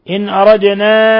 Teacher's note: أردنا نون ساكنة جاء بعدها الهمزة حكم التجويد إظهار حلقي ثم نقلقل الدال لسكونها لأنها من الحروف الخمسة المقلقلة